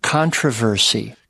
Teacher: Controversy with the stress on the first syllable. And in the UK, controversy.